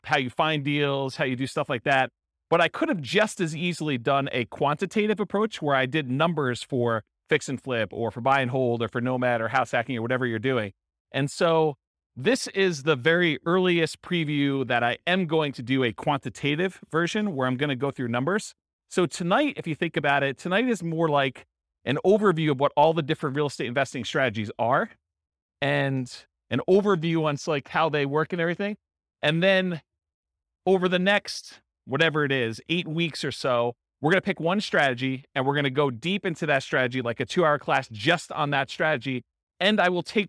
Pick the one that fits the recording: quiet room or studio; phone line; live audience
live audience